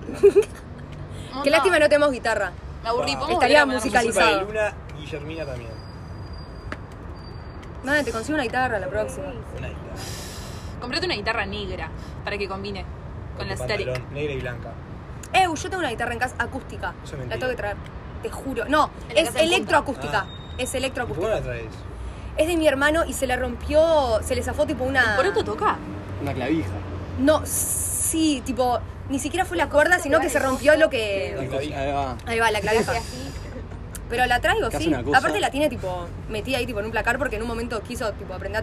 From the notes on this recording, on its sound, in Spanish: perdón por los ruidos raros